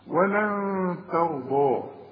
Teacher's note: عندك نون وبعدها تاء، والتاء من حروف الإخفاء، يبقى هنا بخفي وبغن